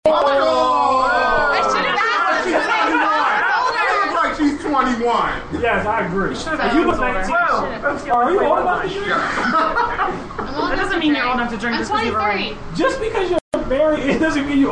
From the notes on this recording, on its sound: Broadcast live from her company Affairs Of Isis Events&#8217; launch event. Broadcast live from her company Affairs Of Isis Events’ launch event.